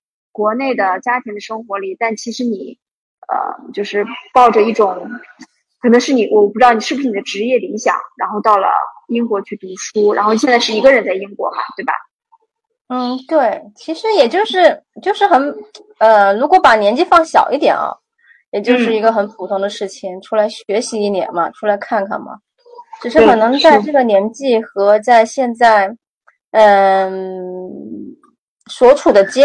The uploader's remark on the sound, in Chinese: 采访了远在英国的一位“传奇”女子，所以环境里会有点杂音和回声。